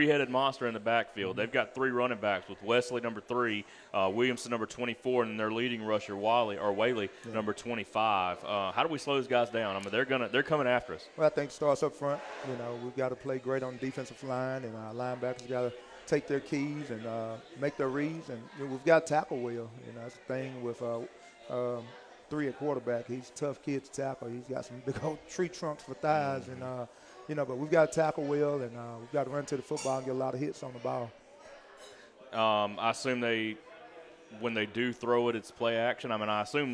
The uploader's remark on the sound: Live from Walk-On's Bistreaux &amp; Bar. Live from Walk-On's Bistreaux & Bar.